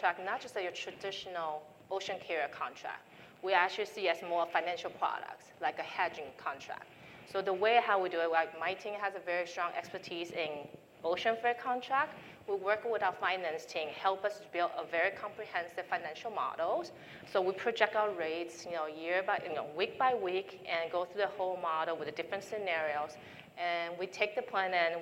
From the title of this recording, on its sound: NRF 2022 Panel Session